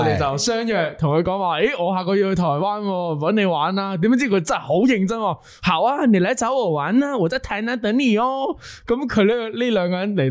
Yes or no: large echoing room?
no